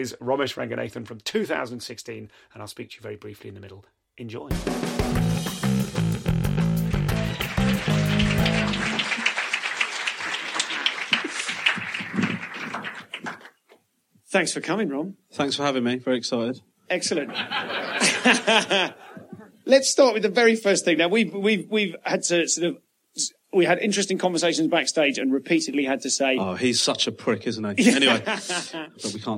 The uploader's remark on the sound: Live at Soho Theatre